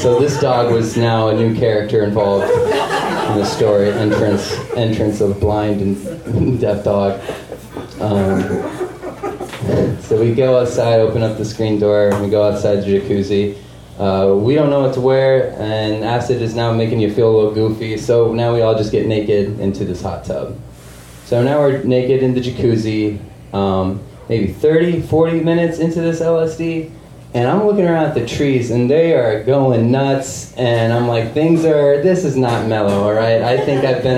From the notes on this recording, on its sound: Live from Genuine Joe's.